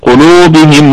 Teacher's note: عندنا مد طبيعي في اللام قلو لانها مضمومة بعدها حرف الواو، حرف المد اتصلت الضمة بالواو ففيها مد طبيعي وصلا ووقفا، يعني دائما قلوبهم وعلى هكذا.